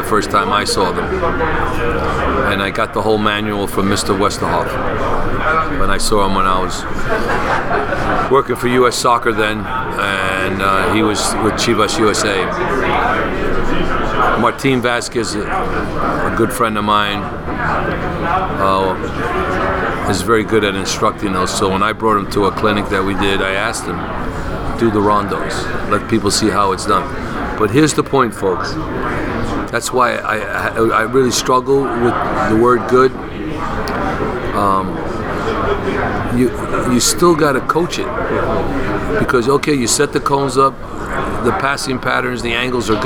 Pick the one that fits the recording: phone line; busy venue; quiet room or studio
busy venue